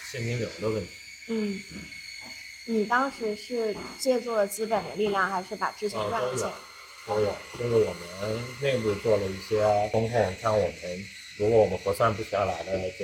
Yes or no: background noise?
yes